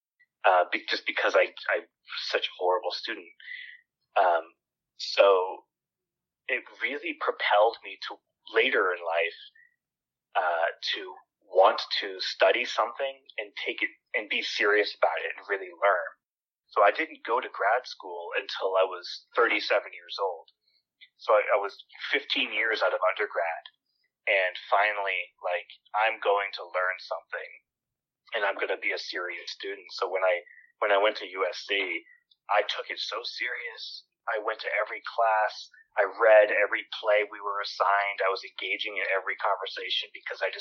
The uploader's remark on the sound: over the phone